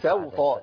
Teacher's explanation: ما تعملش كده ولا تقول صوطة وتضخم السين وتخليها صاد تبدل حرف القرآن · Term: بالسين مش بالصاد